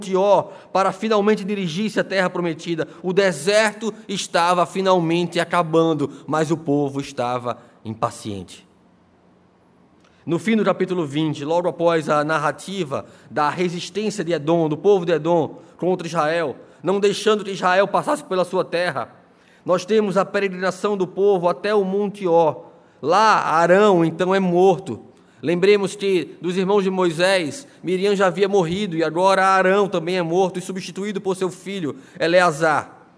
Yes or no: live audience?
yes